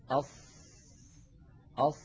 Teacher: تجدون بأن الصوت قد انحصر بين اللسان وسقف الحلق والحنك · Term: الإطباق